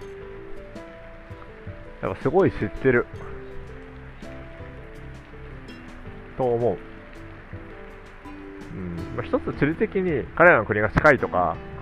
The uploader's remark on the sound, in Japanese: カッパドキアで雨の中彷徨いながら収録。